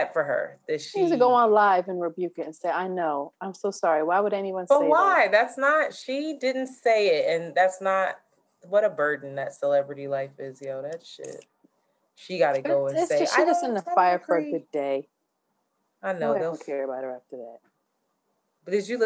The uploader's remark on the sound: We experienced technical difficulties and had to use zoom audio